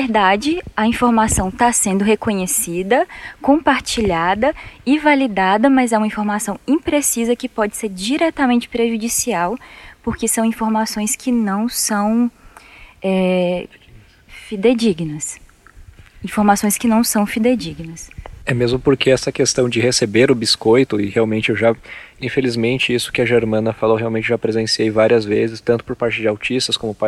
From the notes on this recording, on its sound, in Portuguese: Direto do Parque Estadual do Caracol em Canela, no Rio Grande do Sul, no primeiro episódio do Introvertendo com convidados gravado presencialmente em anos.